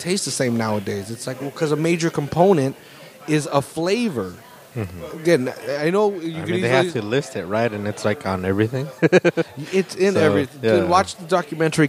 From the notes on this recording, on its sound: we play a segment we recorded last month at the open mic held at the Press Club in Seaside